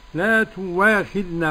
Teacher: قرأ لا تواخذنا بإبدال الهمزة واوا